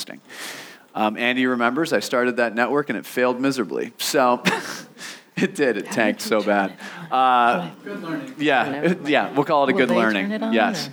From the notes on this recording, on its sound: In our first live taping of Exceptional Women Out West, at the WPI North America meeting in Portland